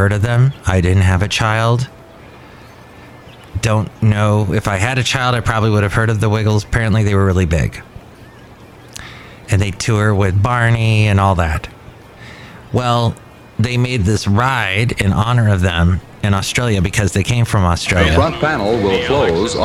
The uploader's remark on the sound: podcasts live from Cafe Anyway